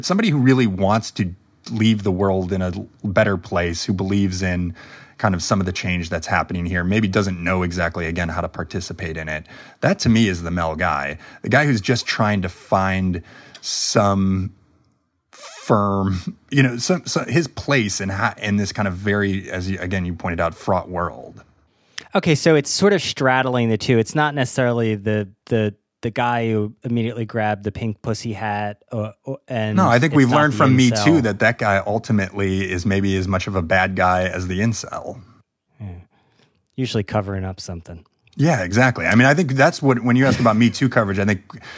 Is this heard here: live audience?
no